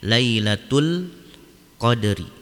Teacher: alif lam yang dibaca jelas lamnya dan tidak ada tasydid setelahnya, maka ini adalah hukumnya alif lam qomariyah, lailatul qadri.